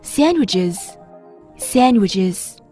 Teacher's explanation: 大多数人在说 sandwiches 的时候，这个 d 是不发音的